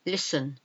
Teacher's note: there's a silent T in listen